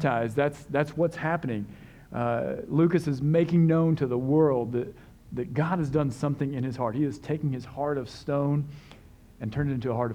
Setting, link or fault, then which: setting, large echoing room